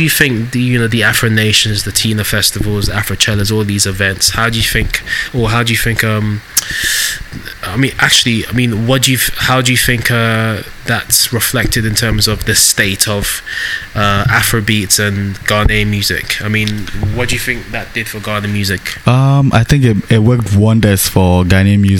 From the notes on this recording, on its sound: This podcast was recorded at the scenic McCarthy Hills in Accra, Ghana . This podcast was recorded at the scenic McCarthy Hills in Accra, Ghana .